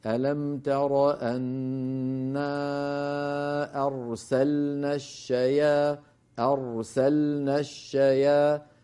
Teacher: فبين الراء وأعطها حقها من الزمن، كذلك اللام. · Term: البينية